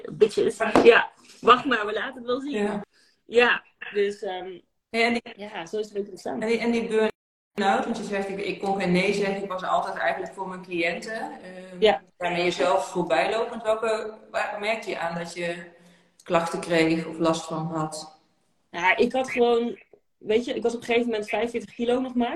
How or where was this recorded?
video call